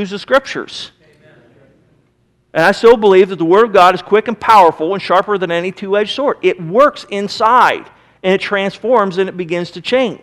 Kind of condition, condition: setting, large echoing room